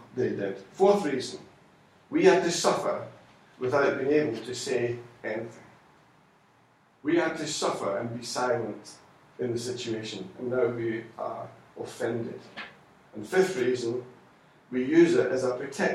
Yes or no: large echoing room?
yes